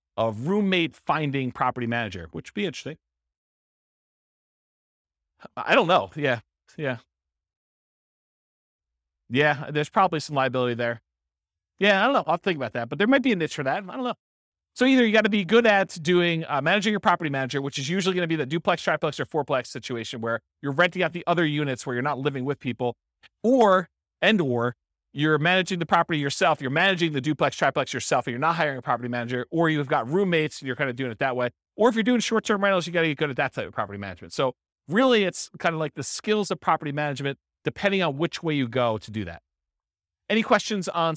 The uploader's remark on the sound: This was a live class recorded